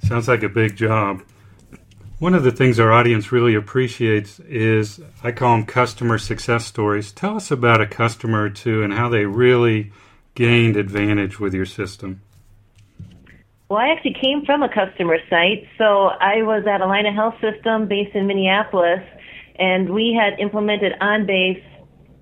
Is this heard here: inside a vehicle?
no